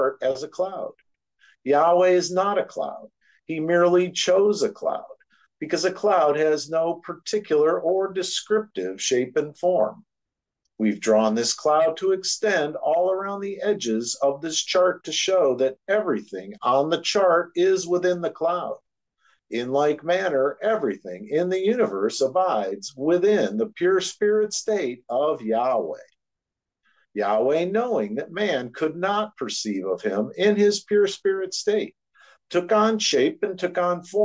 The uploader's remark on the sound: Oceanside Zoom Class.